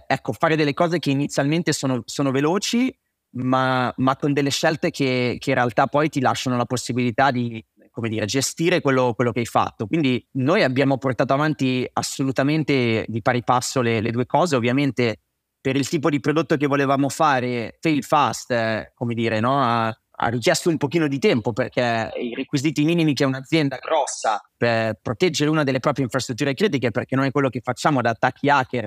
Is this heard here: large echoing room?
no